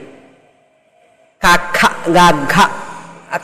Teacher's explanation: కాక్కా గాఘ అనేటికి వీటి కంఠస్థానీయములు, కంఠ్యములు అని పేరు. కఖ గఘ కంఠంలో నుంచి వస్తుంది శబ్దం కనుక కంఠ్యములు అన్నారు. థ్రోట్ అన్నమాట, థ్రోట్లో నుంచి వచ్చేవి కంఠ్యములు.